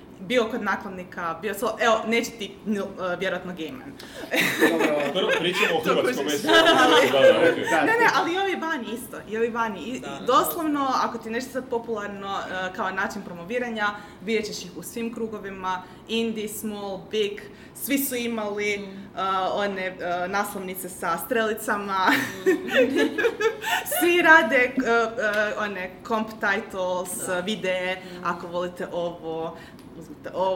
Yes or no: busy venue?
yes